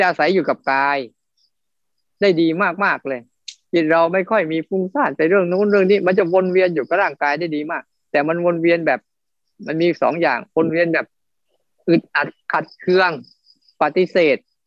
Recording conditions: video call